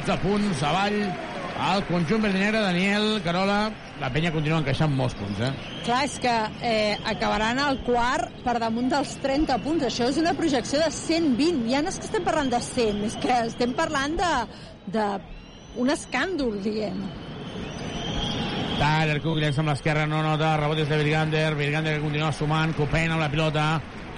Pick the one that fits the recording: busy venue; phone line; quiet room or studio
busy venue